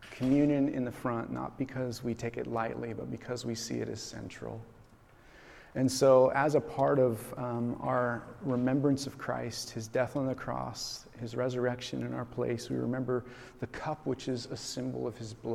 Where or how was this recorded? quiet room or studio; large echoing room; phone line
large echoing room